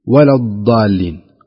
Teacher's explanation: أو يكون تفريط ويقول ولا الضالين وينطقها دال